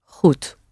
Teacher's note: Nice long O sound. And the D at the end is indeed like a T